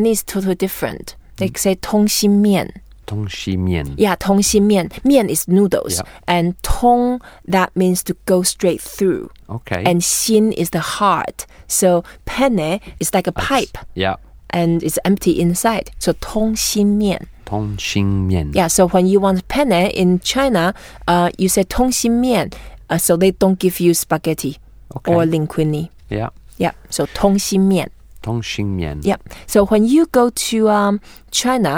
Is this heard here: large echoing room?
no